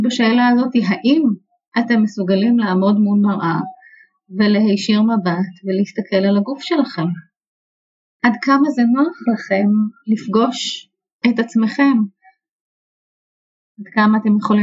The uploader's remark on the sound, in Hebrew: עקב בעיה טכנית - איכות השמע בפרק זה אינה איכותית כמו בפרקים האחרים, התנצלותי